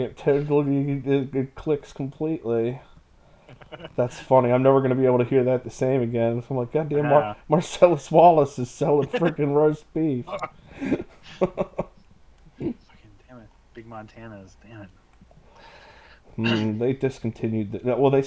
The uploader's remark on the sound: NOTE: Audio on this one is not the best. We were still trying to figure some things out... Still listenable for sure, just a little rough sounding.